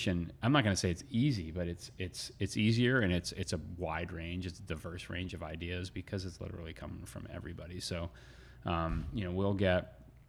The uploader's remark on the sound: At Allagash Brewing in Portland, Maine. In this conversation, recorded at Allagash.